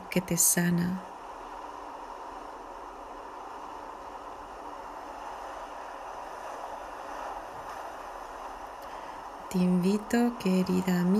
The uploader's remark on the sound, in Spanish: con sonido de olas de fondo